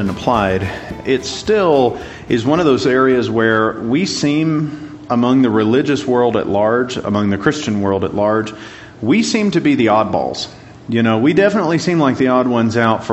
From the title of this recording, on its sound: Class Recording